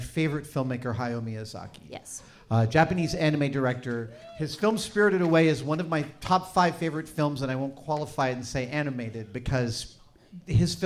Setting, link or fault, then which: setting, live audience